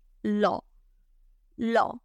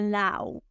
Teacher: la A y la doble U se pronuncian como si fuera una O · Shown in: first take